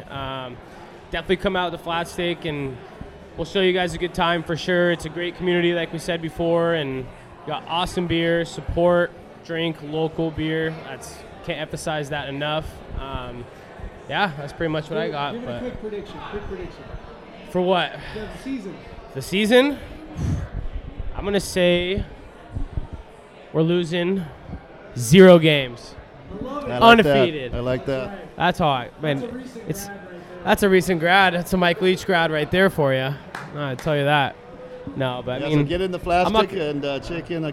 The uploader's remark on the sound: Live from Flatstick Pub! Recording together from Coug-owned Flatstick Pub in Pioneer Square.